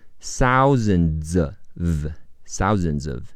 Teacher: d 加 s 读 z 和后面的 a 连起来读 z az。thousandsof，thousandsof，短语一方面，另一方面。On the onehand，on the otherhand。冠词 the 在元音字母